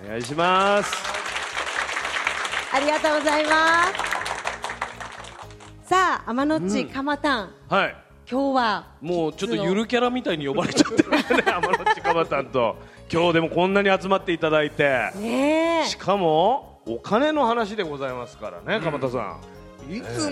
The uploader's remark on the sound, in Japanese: マネーに関心のある小学生と親御さんが参加した公開収録。